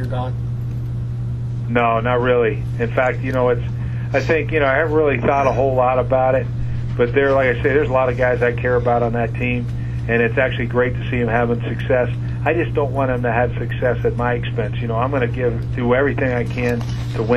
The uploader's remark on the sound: Opponent Conference Call. Buffalo Bills Head Coach Speaks with the New York Media.